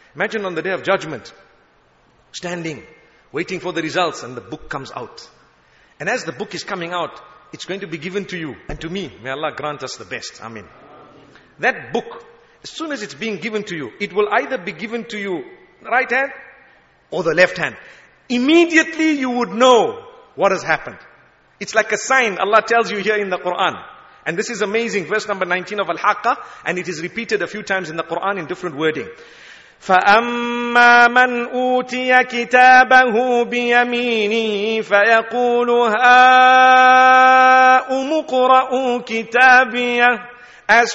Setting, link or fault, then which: setting, large echoing room